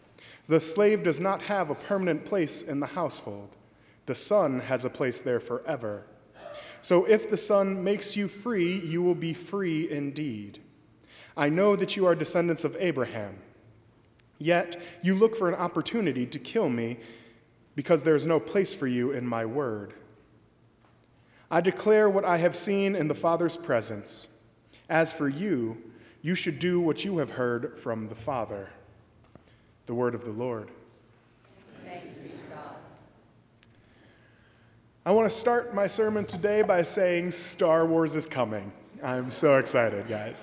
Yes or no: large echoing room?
yes